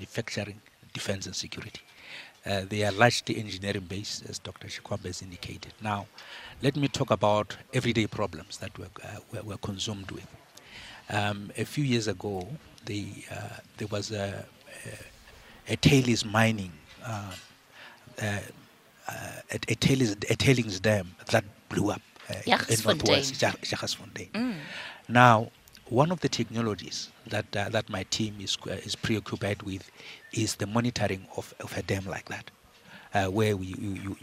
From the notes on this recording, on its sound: We are coming to you live from the Inanda Club in Sandton where the Council for Scientific and Industrial Research, also known as the CSIR, is launching its technology commercialisation enterprise known as CSIR C Cubed.